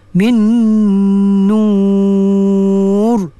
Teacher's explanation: Ra, ra tebal. Sebab sebelum ra, waw sukun. Dan sebelum waw sukun, huruf nun yang ber berbaris dhammah.